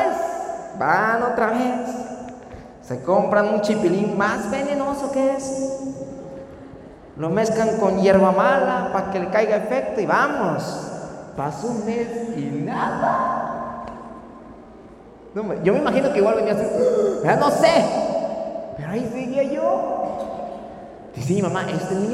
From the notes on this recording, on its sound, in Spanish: Podcast Grabado en la iglesia Solo Cristo Salva en la ciudad de Comitán en nuestro recorrido 2020.